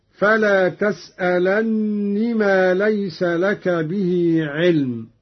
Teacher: قرأ قالون بتشديد النون هكذا: فلا تسألني ما ليس لك به علم، على أنها نون التوكيد الخفيفة أدغمت في نون الوقاية.